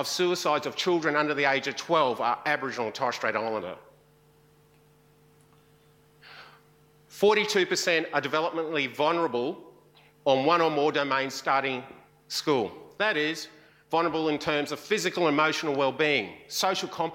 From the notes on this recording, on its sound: IFE Grand Challenge Lecture, recorded 4 May 2018 at QUT